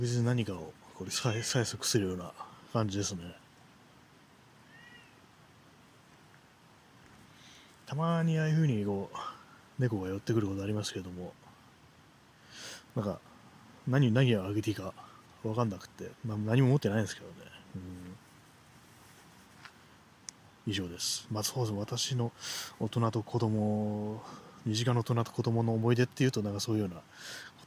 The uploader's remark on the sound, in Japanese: 散歩しながらの録音